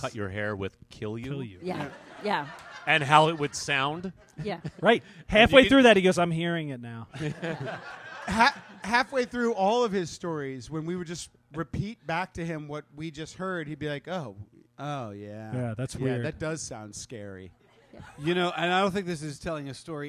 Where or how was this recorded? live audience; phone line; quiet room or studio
live audience